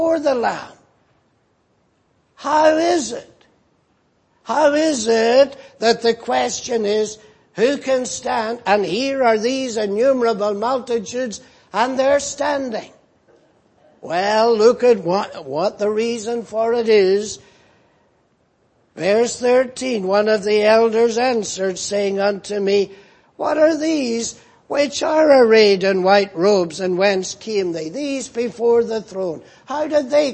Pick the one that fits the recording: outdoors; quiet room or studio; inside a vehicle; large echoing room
large echoing room